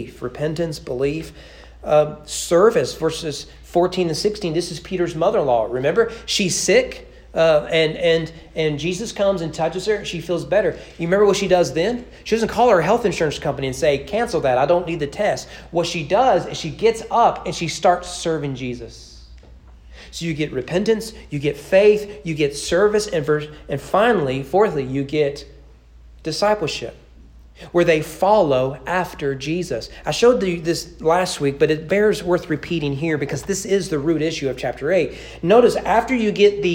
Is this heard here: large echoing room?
yes